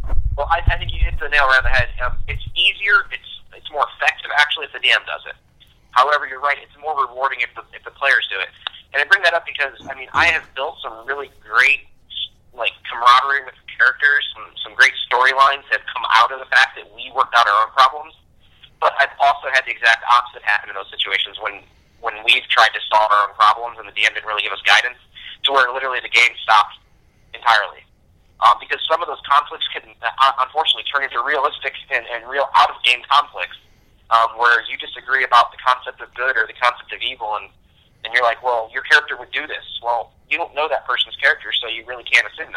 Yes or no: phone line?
yes